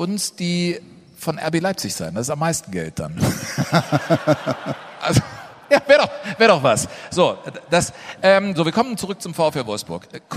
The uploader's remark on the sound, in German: Live aus Köln-Ehrenfeld